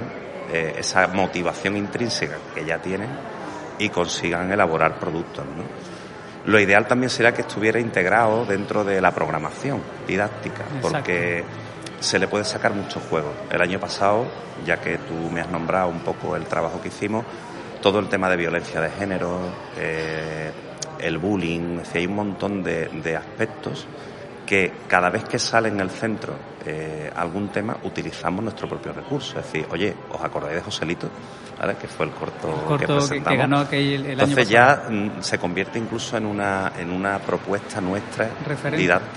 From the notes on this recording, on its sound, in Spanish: Este día hicimos una programa en directo desde el XIV Encuentro estatal de Ciudades Educadoras que se celebró en Sevilla.